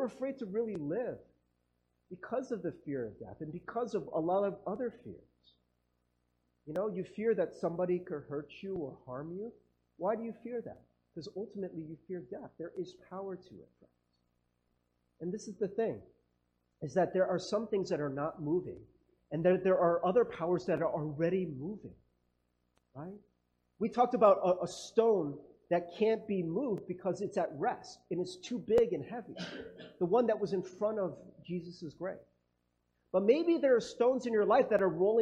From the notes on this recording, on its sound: Sorry about the audio quality